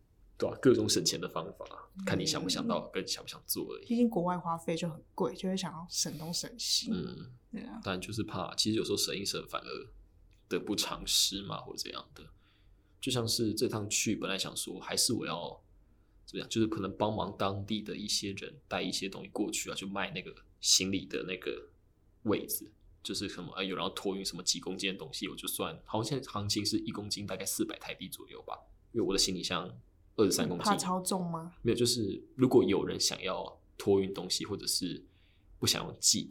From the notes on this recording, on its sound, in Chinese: 另外我發現用iPad的GarageBand錄音，自帶的Reverb超重都調不掉，導致聲音的空間感太重